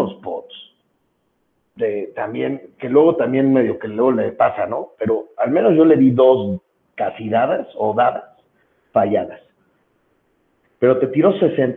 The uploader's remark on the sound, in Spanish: Por temas de logística el episodio se grabo por teléfono con poca señal y hay veces que se pierde un poco el audio, disculpen las molsetias.